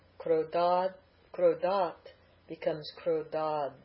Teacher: Ra is a soft consonant, so the dental t goes to da. Krodad, krodat becomes krodad.